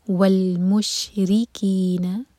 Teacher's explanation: اہل الکتاب والمشرکین، رو کے نیچے کثرت، رو باریک